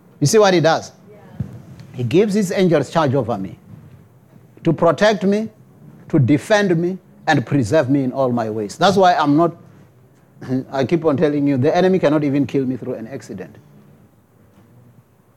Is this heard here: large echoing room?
yes